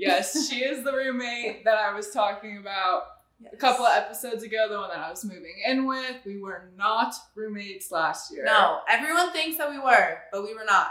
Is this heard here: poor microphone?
yes